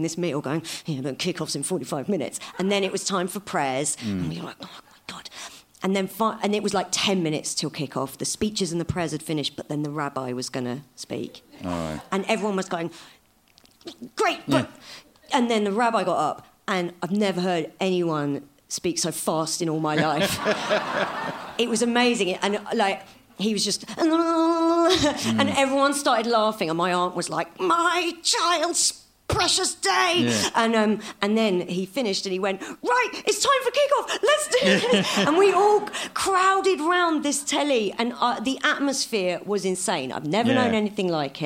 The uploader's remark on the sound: This episode was recorded live at the Leicester Square Theatre, London.